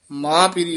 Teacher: ਜਿਤ ਪੂਲਾ ਹੀ ਬੋਲਣਾ, ਜਿਤ ਮਿਲੰਦੜੋ ਮਾ ਪਿਰੀ, ਮਾ ਪਿਰੀ ਪਾਠ ਸੰਬੰਧਕ ਹੈ, ਮਾਂ ਨੀ ਕਹਿਣਾ, ਨਾਸਕੀ ਨੀ ਬੋਲਣਾ, ਮਾ ਪਿਰੀ ਉਚਾਰਨ ਕਰਨਾ।